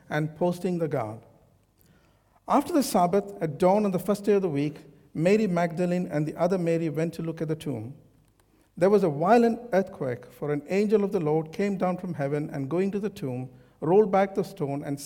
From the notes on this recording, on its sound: This sermon was recorded on Sunday 9th April 2023 at our Great Denham venue.